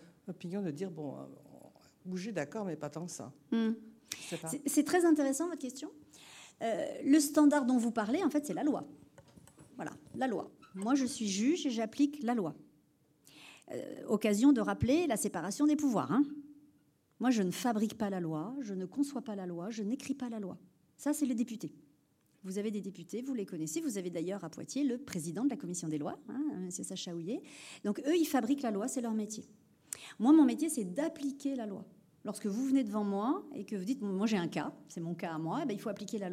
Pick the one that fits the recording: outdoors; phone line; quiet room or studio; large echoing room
large echoing room